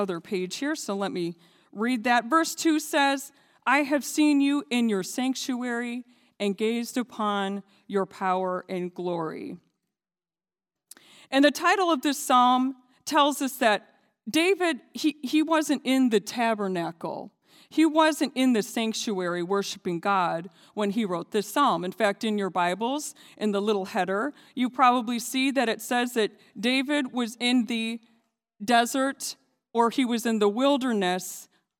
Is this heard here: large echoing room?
yes